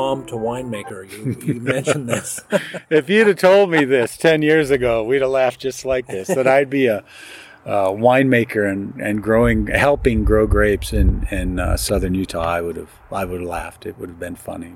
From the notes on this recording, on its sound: We’re coming to you from the Bold and Delaney Vineyard in Dammeron Valley just outside St.